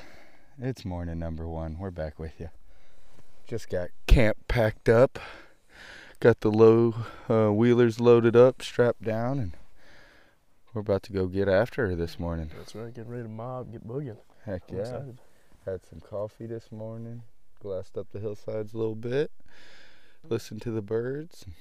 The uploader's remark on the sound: LIVE From the Backcountry Black Bear opening weekend. Live action in the field with plenty of ups and downs.